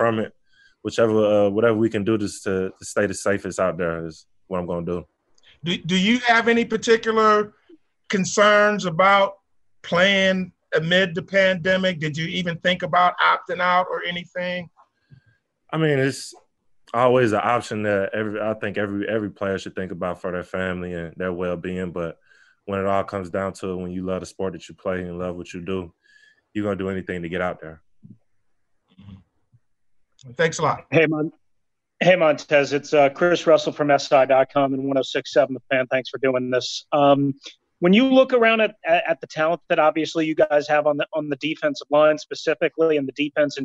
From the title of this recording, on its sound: Zoom Press Conference